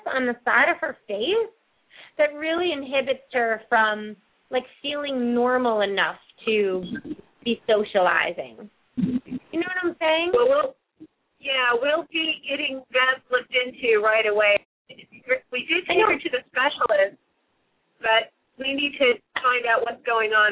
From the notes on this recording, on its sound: open up the lines for listeners to call